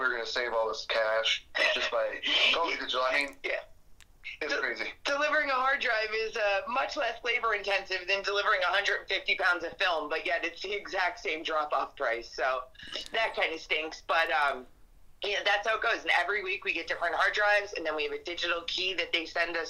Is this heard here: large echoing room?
no